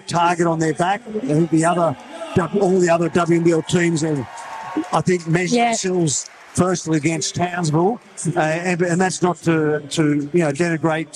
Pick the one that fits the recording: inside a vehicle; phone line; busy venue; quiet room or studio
busy venue